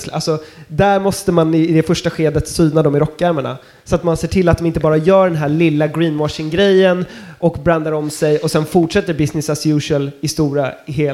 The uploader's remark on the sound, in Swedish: Livepodd Från Södertörns Miljövetardag. I detta avsnitt har vi livepoddat från Södertörns Högskolas miljövetardag.